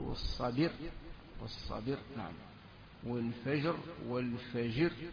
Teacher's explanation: بعضهم ينقل حركة الراء للساكن قبلها · Term: النقل